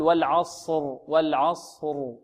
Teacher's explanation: هنا الصاد عندما نفخمها لا نضم شفتينا في الصاد، لا نقول والعصر والعصر، خطأ، بل تبقى الشفتان بدون ضم، لأن الشفتين لا تنضمان إلا ماذا؟ · ونحن نعلم أن الصاد تخرج من طرف اللسان بينه وبين طرف الثنايا العليا والسفلى، وفيه إطباق وفيه استعلاء